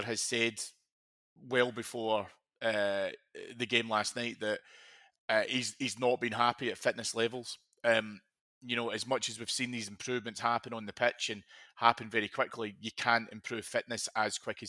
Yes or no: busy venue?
no